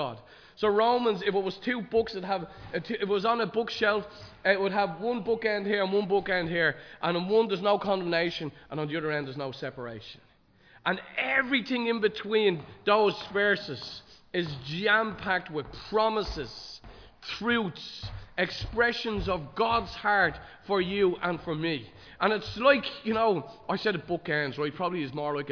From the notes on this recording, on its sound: Recorded live in Liberty Church on 26 March 2023